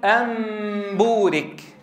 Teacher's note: النون الساكنة قلبت ميما ثم أخفيت عند الباء فأصبحت ميما مخفاة بغنة